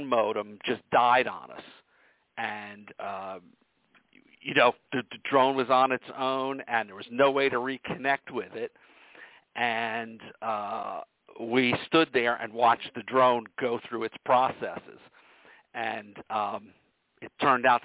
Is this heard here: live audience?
no